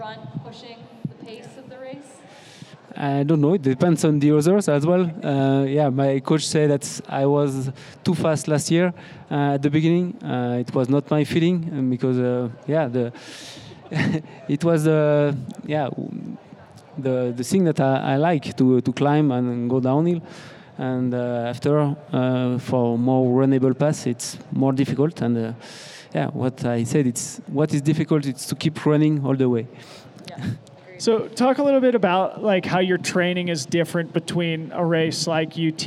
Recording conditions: live audience